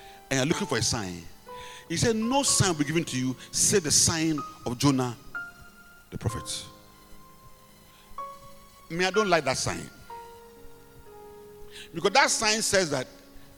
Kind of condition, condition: setting, large echoing room